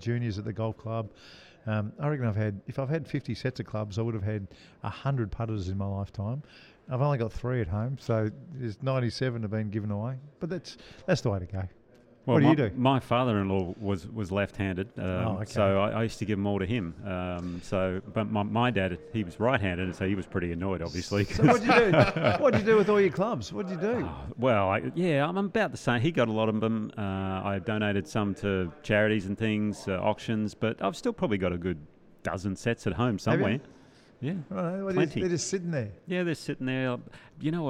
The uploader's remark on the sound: We’re live from the Melbourne Golf Park (formerly the Albert Park Driving Range) today overlooking the driving range, it’s a great spot for the podcast - we’re in the lounge area near the bar (obviously) looking out over the range. Because we’re live from the Melbourne Golf Park and he can smell pizza’s being cooked in the kitchen.